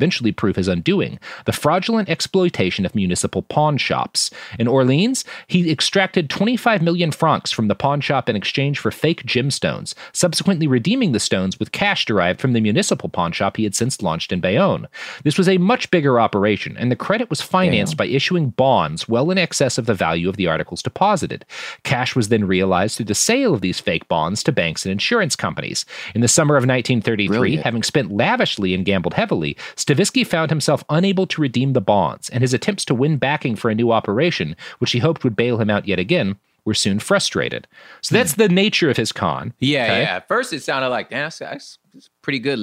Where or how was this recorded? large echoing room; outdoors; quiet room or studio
quiet room or studio